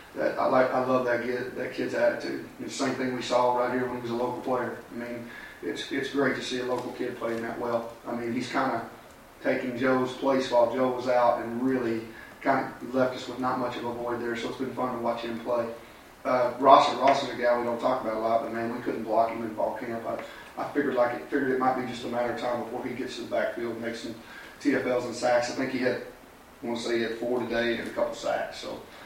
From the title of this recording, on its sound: Press Conferences & Post-Game Interviews